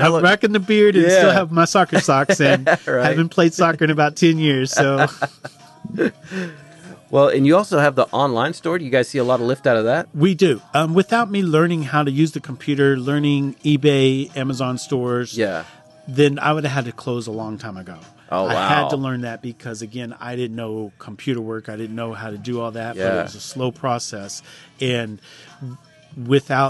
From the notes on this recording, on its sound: We recorded this in the listening section at his store. Since we recorded this episode in the store you’re going to hear some customers walk by, the door chime a few times and the phone ringing.